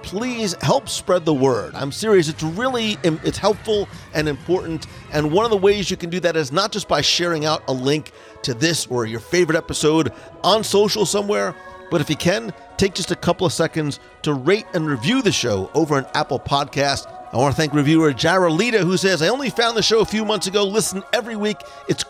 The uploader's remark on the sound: Join us live from EPCOT as we wander the World Showcase promenade and the "Best of the Fest" and our favorites from the EPCOT International Festival of the Holidays.